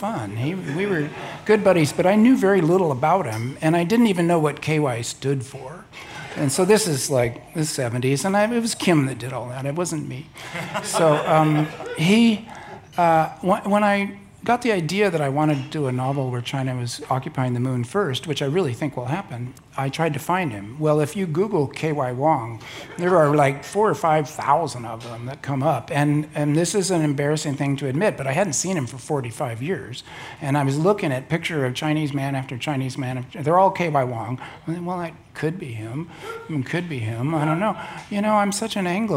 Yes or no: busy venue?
yes